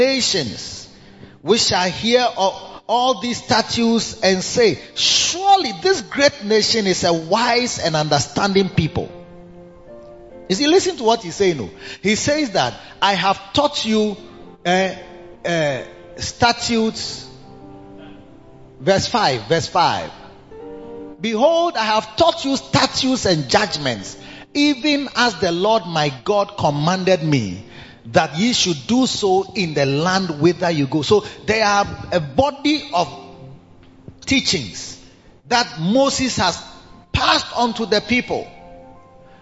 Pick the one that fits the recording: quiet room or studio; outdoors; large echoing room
large echoing room